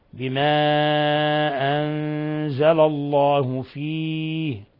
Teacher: قوله تعالى بما أنزل الله فيه، هنا المد منفصل بما أنزل، حرف المد في كلمة والهمزة في كلمة أخرى، يمد من أربع إلى خمس حركات. ثم عندنا نون ساكنة جاء بعدها الزاي الحكم التجويدي إخفاء حقيقي. بما أنزل الله فيه، ولاحظوا حينما نقف على الهاء نقف عليها بالسكون ففيها ثلاثة العارض لأنه قبلها حرف مد لقي سكونا حالة الوقف ففيه ثلاثة العارض.